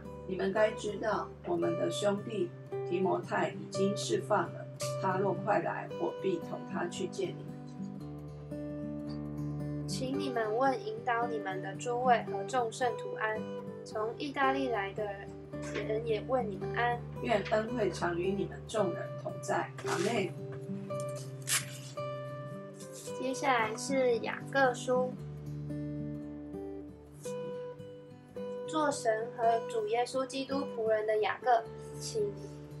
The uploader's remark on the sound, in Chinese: 今天換一個角度錄音，所以錄到許多刷刷刷的聲音，可惡啊！